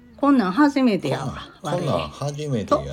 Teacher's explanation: こんなことは縮小されてこんなんとなります。ですので後半のフレーズはこんなん初めてやわ、こんなん初めてやわとなります。それでは改めて正しい大阪弁イントネ